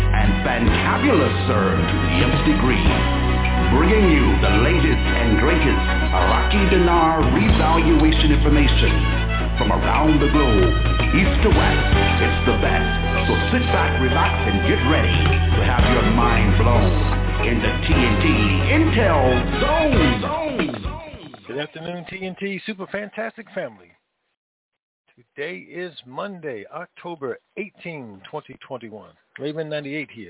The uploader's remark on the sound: Conference Call